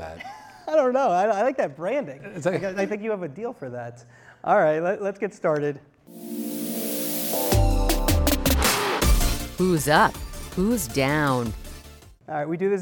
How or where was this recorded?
live audience